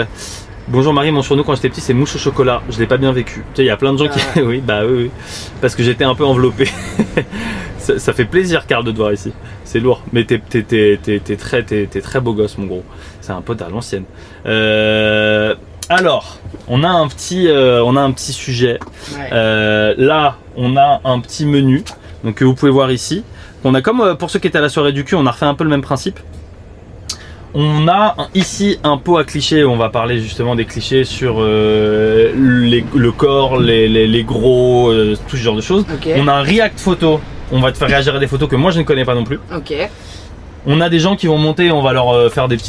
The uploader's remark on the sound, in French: en direct du van